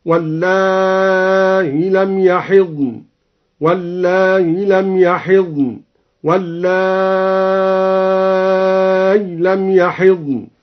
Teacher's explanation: الموضع الثاني قرأ بحذف الياء وتسهيل الهمزة مع المد والقصر، أو الياء الساكنة مع المد